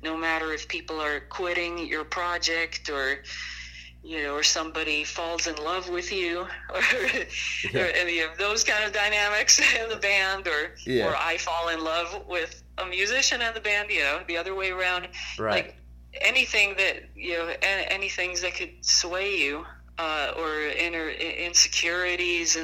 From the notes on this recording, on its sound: burnt the phone lines to interview